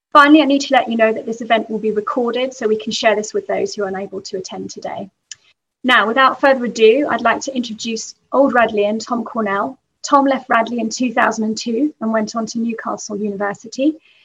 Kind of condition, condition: link, video call